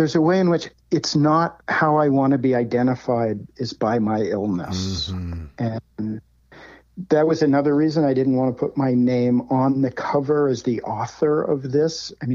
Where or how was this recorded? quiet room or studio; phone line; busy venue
phone line